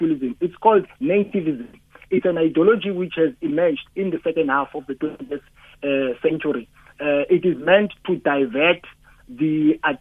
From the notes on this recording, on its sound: we are joined on the line